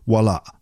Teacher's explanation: There's a little glottal stop at the end of the word